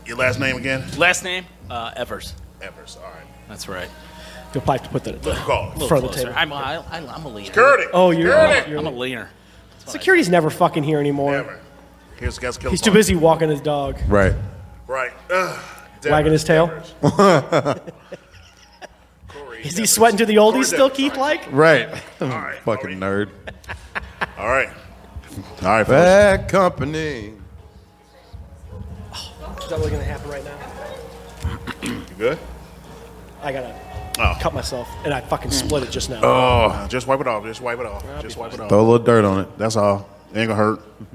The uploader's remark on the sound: live from Peppers Bar & Grill